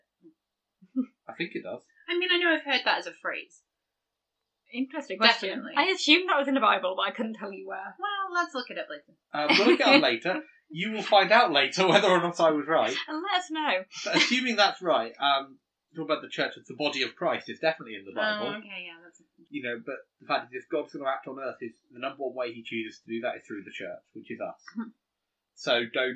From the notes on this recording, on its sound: We apologise for some audio issues we experienced with this recording. Half of this was technical. The other half was our dog making too much noise!